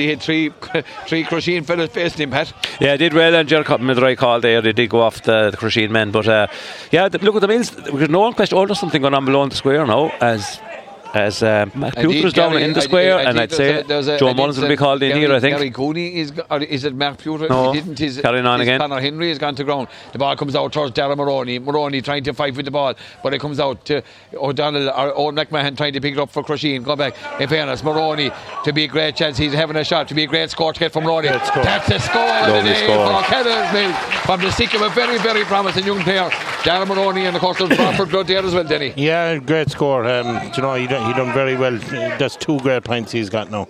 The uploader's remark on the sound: Crusheen vs O’Callaghans Mills. Outside broadcast.